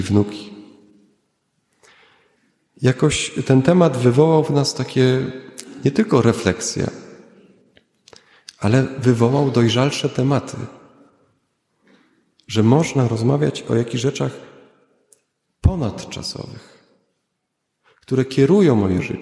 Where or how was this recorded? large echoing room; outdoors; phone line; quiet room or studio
large echoing room